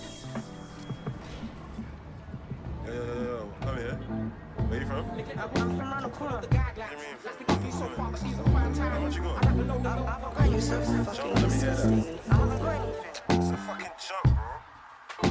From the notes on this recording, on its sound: live from the arcade